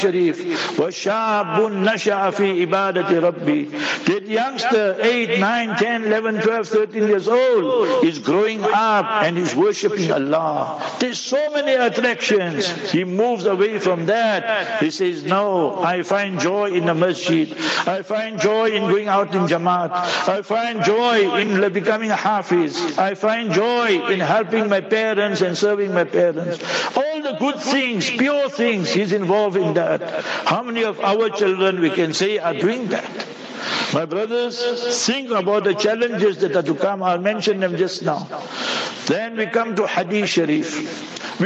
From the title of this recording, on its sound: Jumah Lecture at Rainbow Masjid